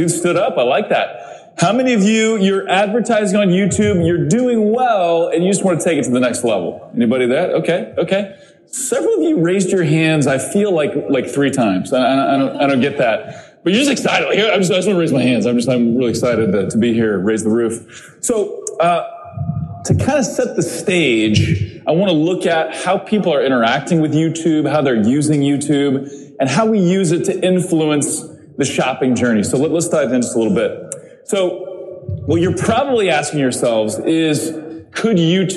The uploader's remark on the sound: I presented at Social Media Marketing World 2020 in San Diego. This is the recording of my presentation at this paid event.